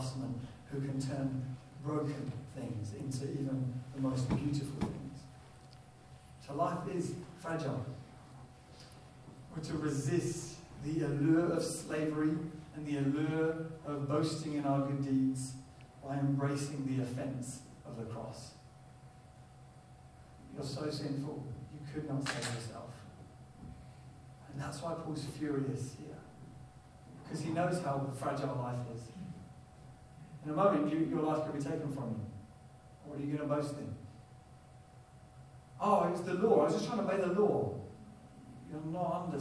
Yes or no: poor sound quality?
yes